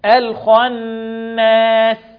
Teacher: الخاء مفخمة، والغنة في النون